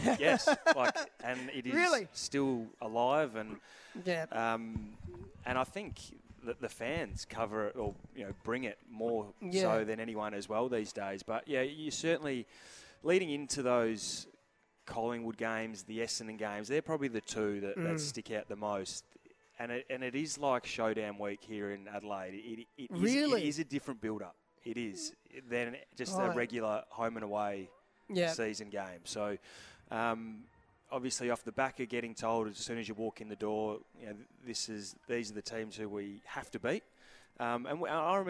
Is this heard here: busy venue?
yes